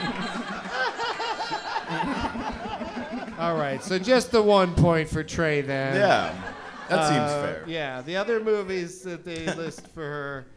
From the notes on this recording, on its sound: Live from Go Bananas Comedy Club in Cincinnati